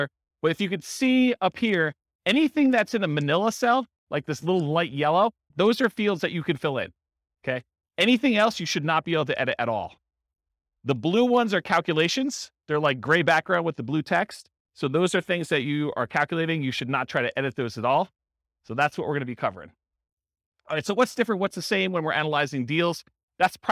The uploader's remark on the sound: This was a live class recorded for buy and hold real estate investors. Live in-person version.